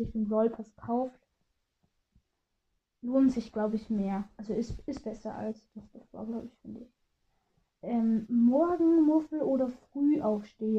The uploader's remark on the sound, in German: Sorry wegen der kack ton Qualität